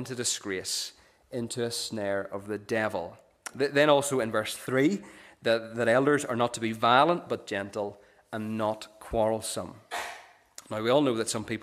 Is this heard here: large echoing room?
yes